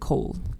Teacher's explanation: the L and the D that are right there at the end of the word, and they are both voice sounds. And so the D is going to drop off. And so that might sound something more similar to like cold.